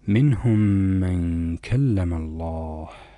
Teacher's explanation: أعزتي هنا اجتمع ميمين، الميم الأولى ساكنة والثانية متحركة، تدغم الأولى في الثانية حتى يصبح حرفا واحدا مشددا من جنس الثاني، أي من جنس حركة الثاني. · Term: إدغام المتماثلين